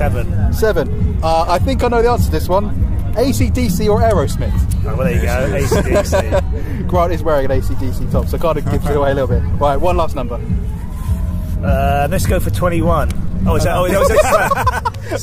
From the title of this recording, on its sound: interview at Victorious Festival 2017